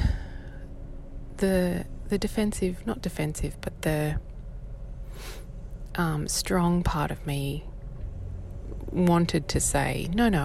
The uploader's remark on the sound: I must warn you that today’s episode (once again brought to you from my car - a theme is emerging) is not the best audio quality… I was, after all, recording this for you while my little one slept in the back seat!